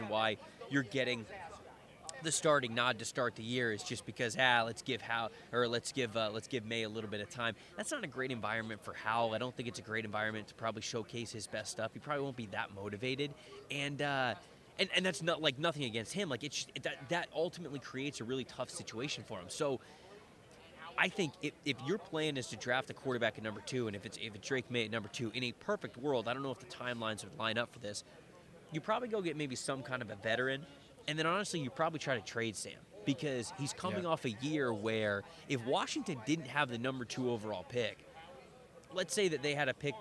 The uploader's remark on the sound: live from the NFL Combine in Indianapolis